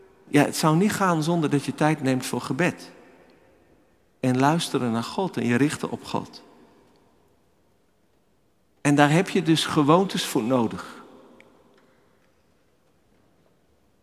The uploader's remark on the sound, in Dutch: Opgenomen in de Noorderkerk te Amsterdam